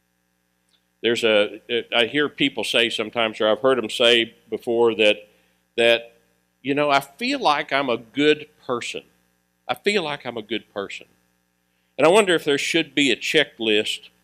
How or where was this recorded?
large echoing room